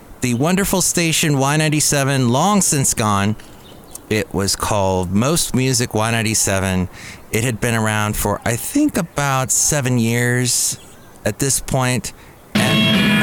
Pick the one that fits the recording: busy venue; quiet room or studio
busy venue